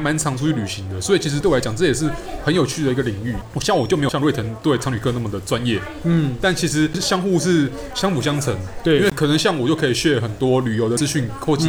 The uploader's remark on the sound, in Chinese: 本集白噪音指數：微風級 2/5。錄音地點：李亭香。